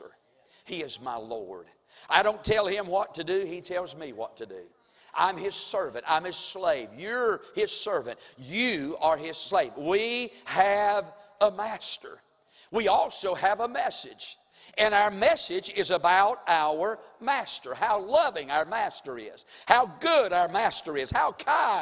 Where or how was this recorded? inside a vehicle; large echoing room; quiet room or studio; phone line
large echoing room